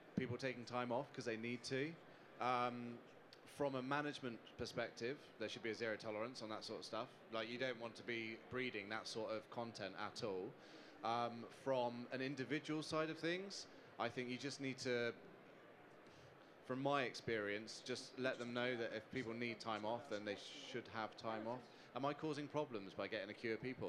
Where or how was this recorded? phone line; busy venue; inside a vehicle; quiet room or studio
busy venue